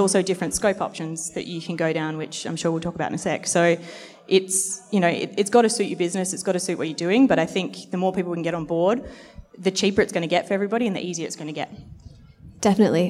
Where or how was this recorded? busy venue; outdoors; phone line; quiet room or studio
busy venue